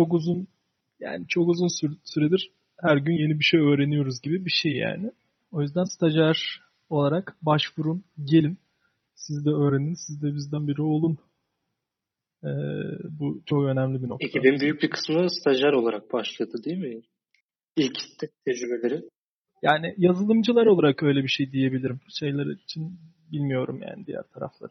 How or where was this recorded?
video call